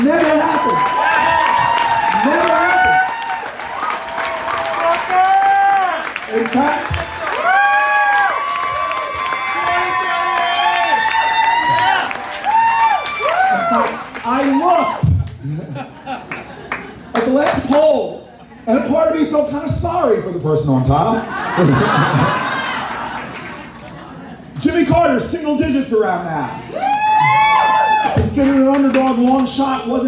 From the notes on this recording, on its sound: This audio was captured at FRED WILDLIFE REFUGE. This audio was captured at FRED WILDLIFE REFUGE.